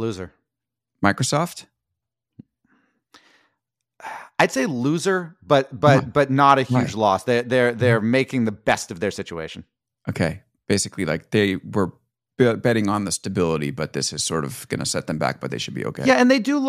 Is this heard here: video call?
no